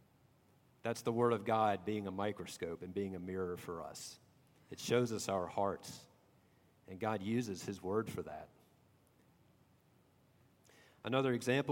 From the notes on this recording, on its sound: at Redeemer Presbyterian Church in Charleston, SC